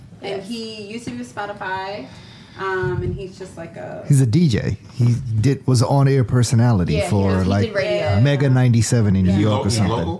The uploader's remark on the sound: WHATSAPODCAST broadcasted live from the Eaton Hotel on Monday September 9th for the Take Creative Control summit.